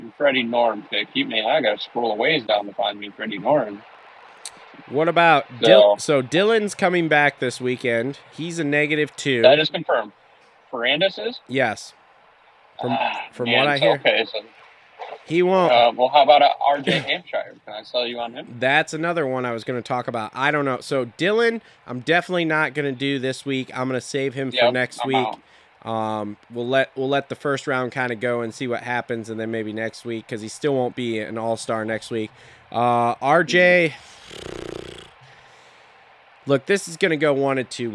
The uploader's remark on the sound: jump on the phone